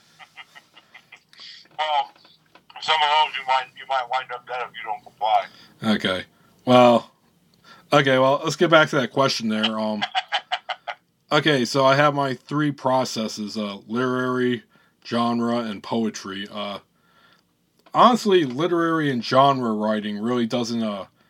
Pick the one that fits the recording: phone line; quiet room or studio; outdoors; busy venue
phone line